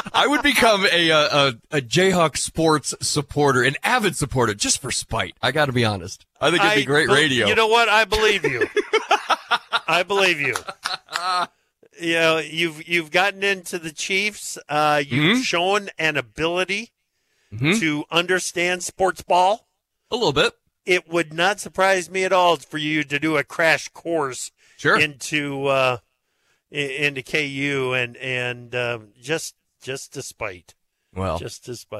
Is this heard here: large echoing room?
no